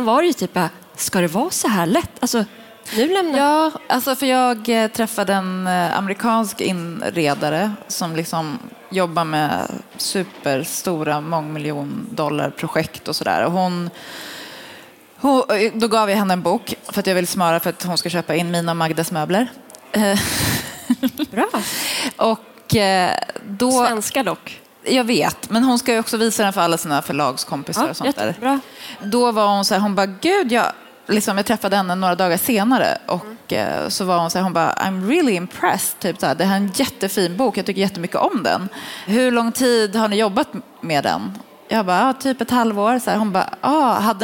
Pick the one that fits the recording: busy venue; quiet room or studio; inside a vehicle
busy venue